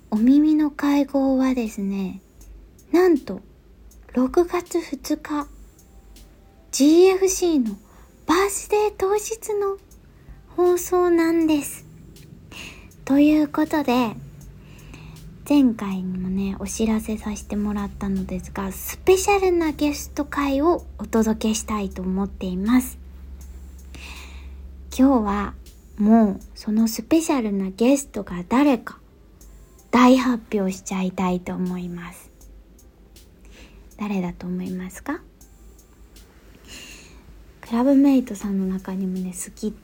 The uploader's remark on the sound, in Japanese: 撮影で出張中のためベルリンからお届け！Iphone収録なので少し聴き苦しかったらごめんなさい。